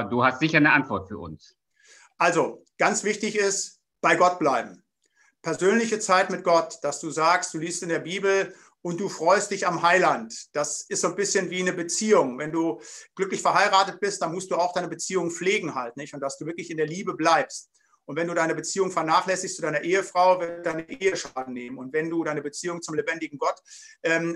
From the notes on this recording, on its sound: Bibelseminar Bonn via Zoom.